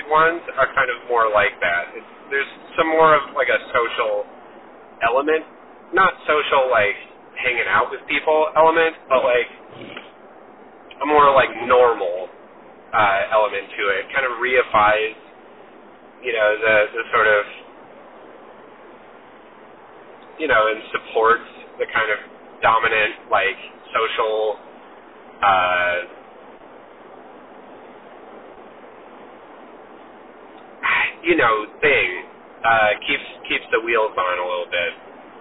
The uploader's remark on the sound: Super sorry for the potato audio quality on this one!! I accidentally recorded through my car speaker. Just imagine we're on a phone call.